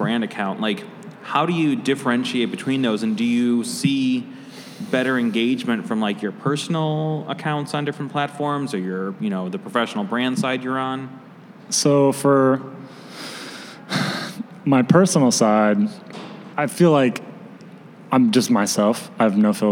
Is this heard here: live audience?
yes